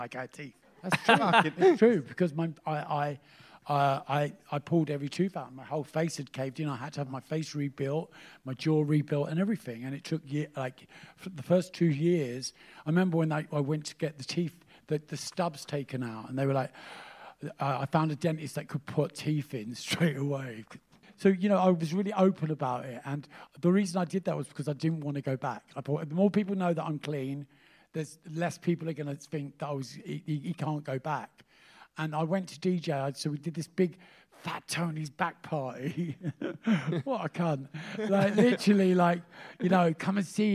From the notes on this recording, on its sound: Live at Cheerful Earful Festival Part 2.